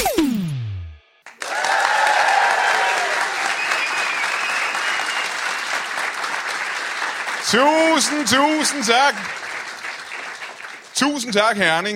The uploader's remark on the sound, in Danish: LIVE fra Herning